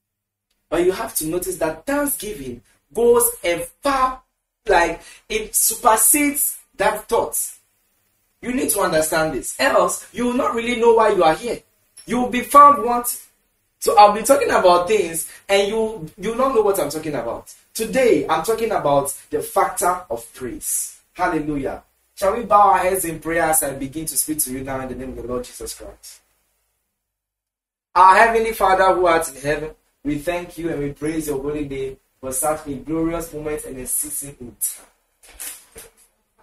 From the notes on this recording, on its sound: Preached at the The Annual Thanksgiving Services, Accra, Ghana.